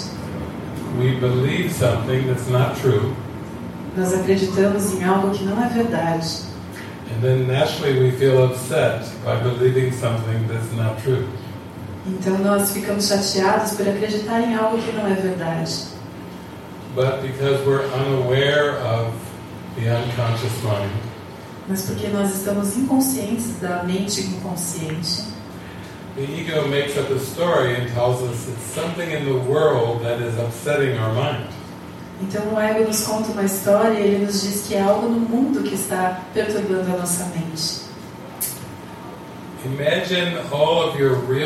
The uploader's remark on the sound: Post-movie questions from the participants. This session with Portuguese translation was recorded in the evening. In Sāo Paulo, Brazil.